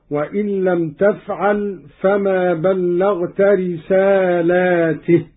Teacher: قرأ قالون بمد اللام على الجمع هكذا وإن لم تفعل فما بلغت رسالاته لأن الرسالات تتعدد.